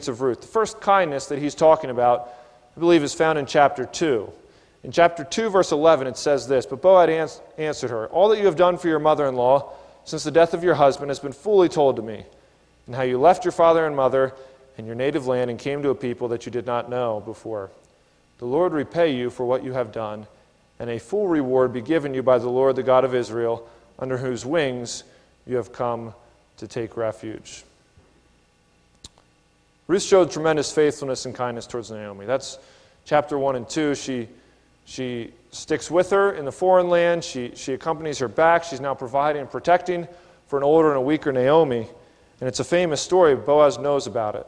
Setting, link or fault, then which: setting, large echoing room